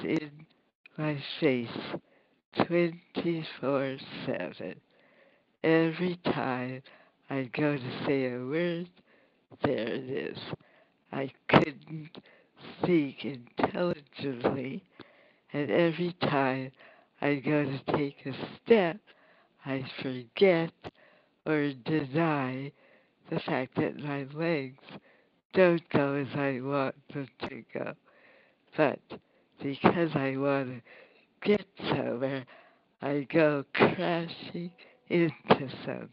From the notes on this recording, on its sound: visit on the phone from Jerusalem